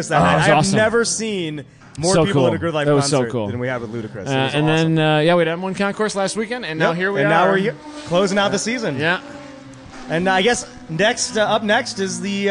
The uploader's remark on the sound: Live from #GRIDLIFE TrackBattle Round 5 - Part 2